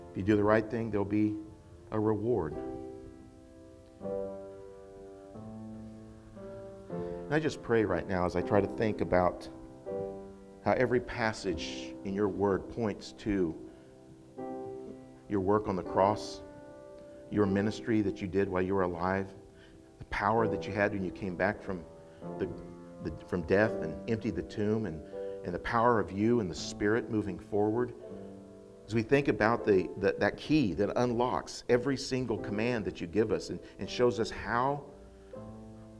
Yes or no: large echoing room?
yes